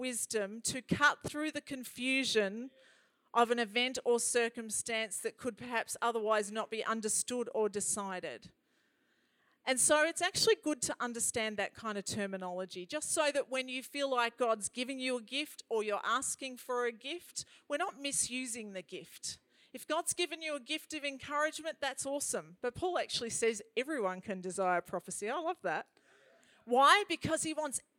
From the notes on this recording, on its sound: This message was recorded on 30/01/2021 during a Prophetic Activation event.